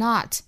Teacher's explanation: not 读成 not 美式发音上下开口度更大元音不同